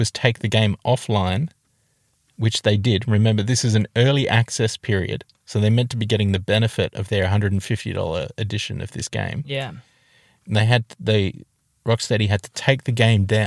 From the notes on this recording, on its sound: record this episode in a car